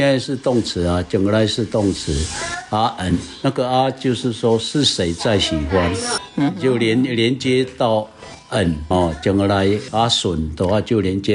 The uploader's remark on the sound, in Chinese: 錄音當天環境比較吵雜，請大家多包涵